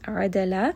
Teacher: Adala, rain is going to be from the middle of the throat. Dal has qalqala as well because, again, it is part of kutub jad. So give it a little bit of that bounce.